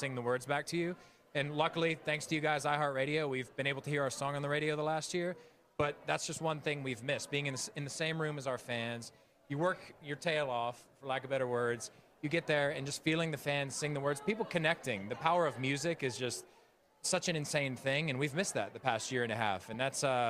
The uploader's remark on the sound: IHeartRadio Music Awards Red Carpet Live! Don’t miss all the excitement from the awards ceremony at the iHeartRadio Awards Red Carpet Live!